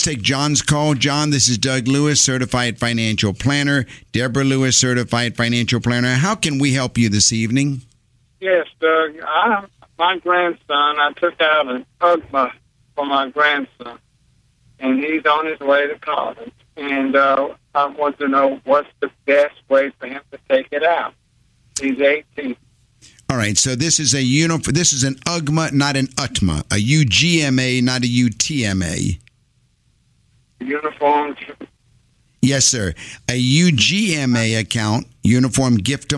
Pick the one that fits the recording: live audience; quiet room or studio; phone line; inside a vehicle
phone line